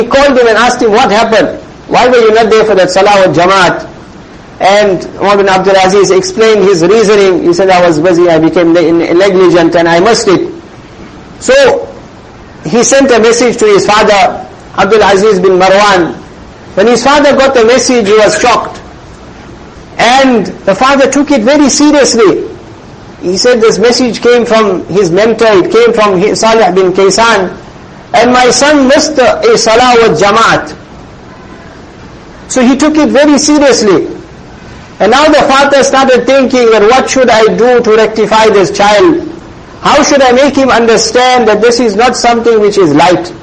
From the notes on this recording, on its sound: Jumuah lecture at May Street masjid